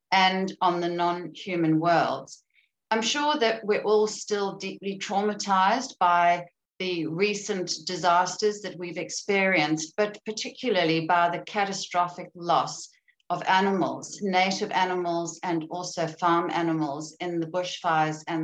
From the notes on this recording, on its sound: This event was held via Zoom